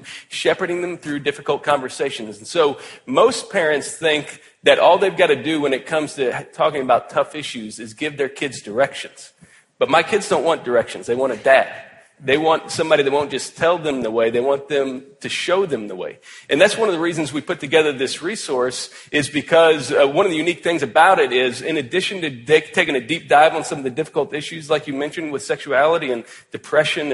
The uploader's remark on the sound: had a helpful conversation at the ERLC National Conference